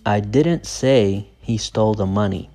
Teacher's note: Someone else said it. So the stress is on I.